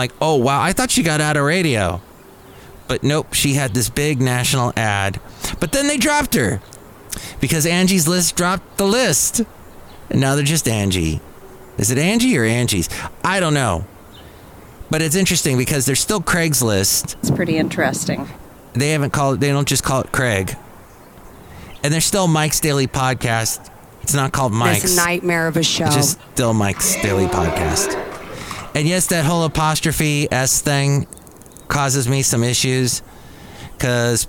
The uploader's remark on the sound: podcasts live from Café Anyway